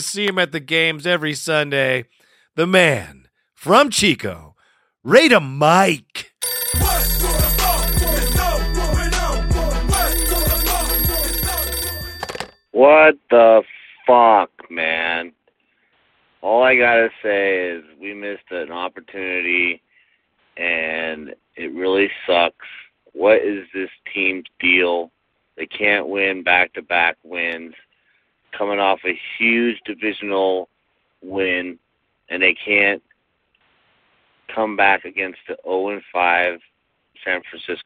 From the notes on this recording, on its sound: we added in 4 more callers who actually called